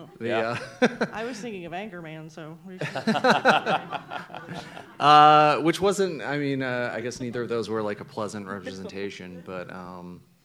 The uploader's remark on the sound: This episode was recorded at the Gateway Film Center as part of their Broadcast News: Journalism on Film series